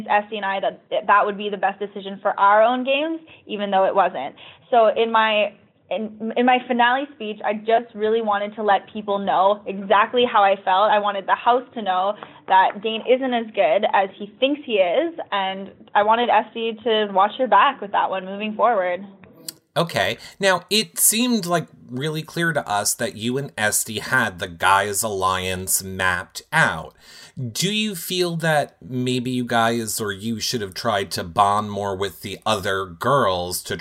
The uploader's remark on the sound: Phone Interview